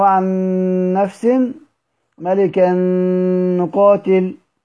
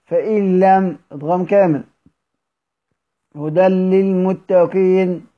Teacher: فاتفقوا على إدغامهما في الستة مع إثبات الغنة مع النون والميم، وأما مع اللام والراء فحذفوا الغنة معهما